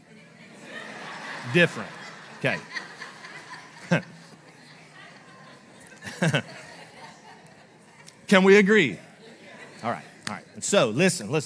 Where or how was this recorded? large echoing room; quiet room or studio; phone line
large echoing room